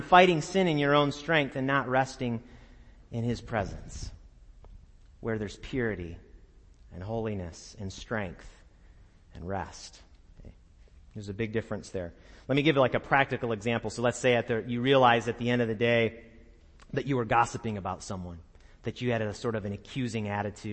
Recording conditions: large echoing room